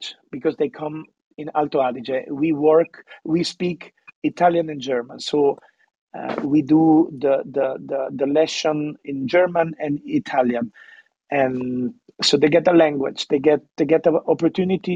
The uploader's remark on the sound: These sessions are recorded from Clubhouse and replayed here on the Italian Wine Podcast! These recorded sessions are then released on the podcast.